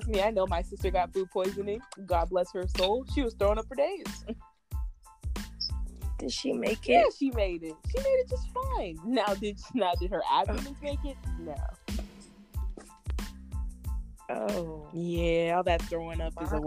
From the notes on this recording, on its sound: Sorry for the audio cut outs and the audio drops.